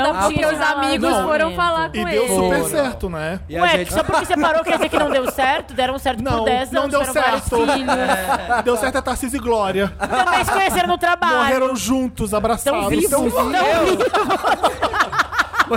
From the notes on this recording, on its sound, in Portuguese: Gravado ao vivo na Festa VHS.